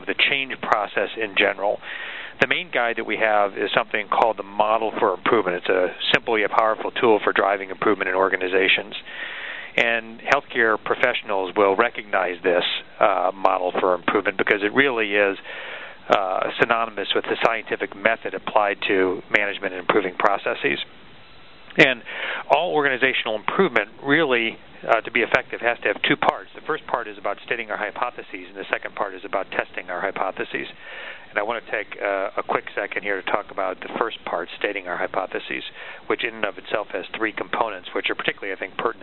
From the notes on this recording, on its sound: June 2005 Author in the Room® Teleconference